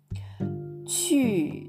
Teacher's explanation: 日本語のうよりも、もっとはるかに口をすぼめて、ちょっと唇に力を入れるようにして発音する音になります。チューという感じですね。なんか絞り出すみたい